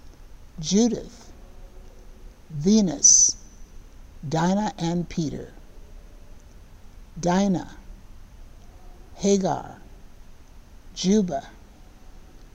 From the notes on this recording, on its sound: Sermons from Old South Church in Boston